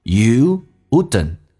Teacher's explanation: T 首先去掉，这个叫做略音。